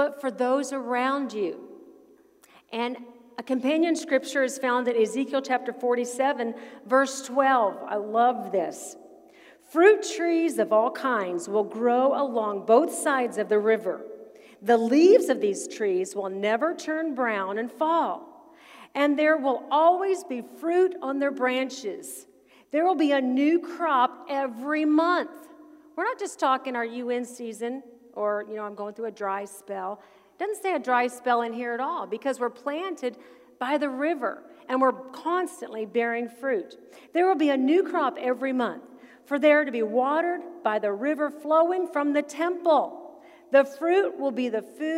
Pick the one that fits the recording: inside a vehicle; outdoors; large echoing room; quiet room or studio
large echoing room